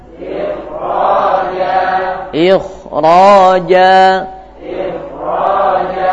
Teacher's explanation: Tebal kha-nya. Aslinya tipis tapi karena setelahnya ra berharakat fathah dhammah jadi tebal.